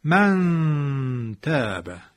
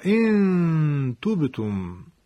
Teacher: این همون کشش غنشه. صدا را احساس میکنید که از فضای بینیست؟ این همون غنست